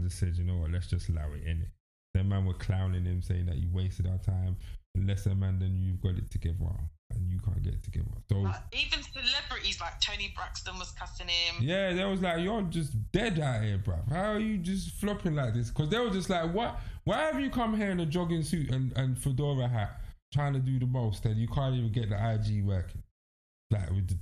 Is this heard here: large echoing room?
no